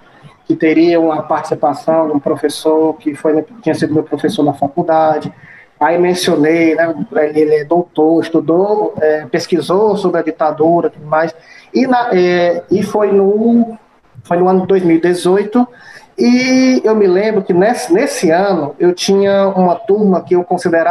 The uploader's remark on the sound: Via Meet-Google.